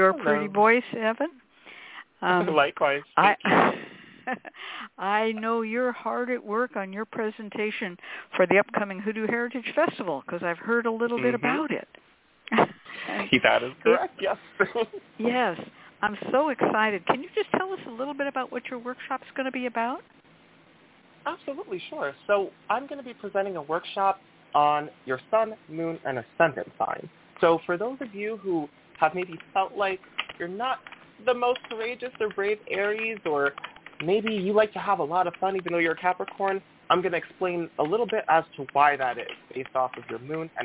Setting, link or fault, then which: link, phone line